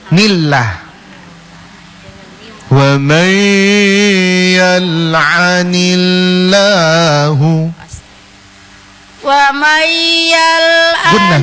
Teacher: tarkik lafdul jalalah kalau diawali oleh harokah kasroh baca tipis